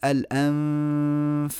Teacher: بطن الشفة السفلى مع أطراف الثنايا العليا اللي هو مخرج الفاء، ليه؟ لأن الحرف التالي حرف الفاء.